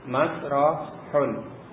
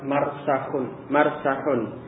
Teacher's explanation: Jadi sin yang dimulai di awal menjadi sesudah roh. Sinnya dahulu baru roh aslinya, tetapi itu diganti, ditukar tempatnya menjadi sinnya itu sesudah roh. Jadi yang demikian ini yang disebut dengan al-qalbul makani.